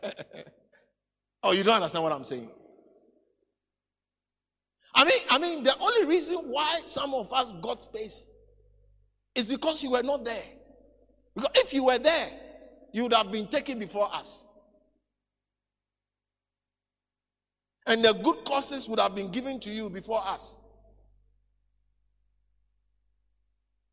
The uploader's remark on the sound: today's message preached at the Living Waters Cathedral